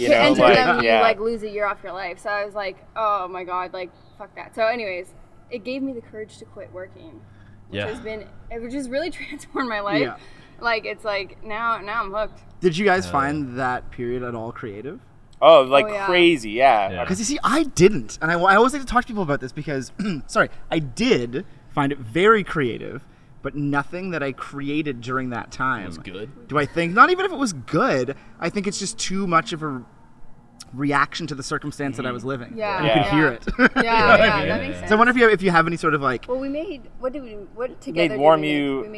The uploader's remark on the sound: On the first outdoor episode of Cold Pod